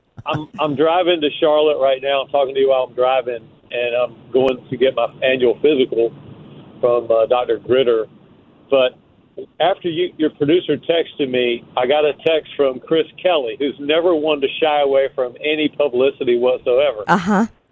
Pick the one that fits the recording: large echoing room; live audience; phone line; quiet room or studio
phone line